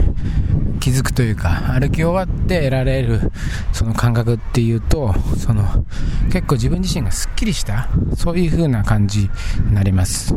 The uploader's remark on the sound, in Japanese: 外を歩きながら収録しました。